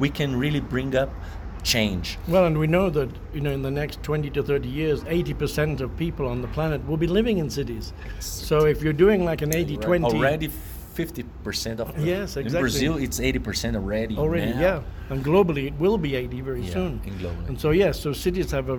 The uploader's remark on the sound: This podcast was recorded during the Circular Economy Forum of the Americas (#CEFA2019) in Medellin, Colombia.